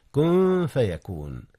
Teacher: جاء إخفاء هنا أيضا يا أستاذنا. نعم، كذلك أخفي نون كن قبل الفاء، والفاء من حروف الإخفاء